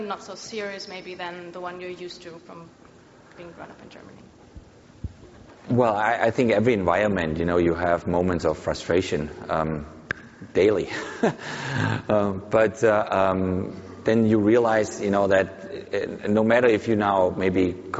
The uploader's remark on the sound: live onstage at SXSW Sports